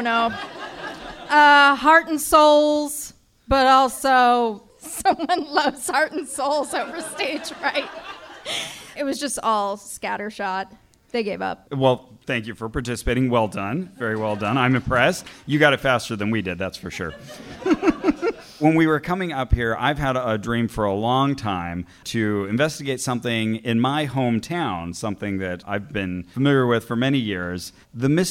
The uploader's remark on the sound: The far northern heights of San Francisco for SketchFest 2020! In this live episode. On stage and selects audience volunteers.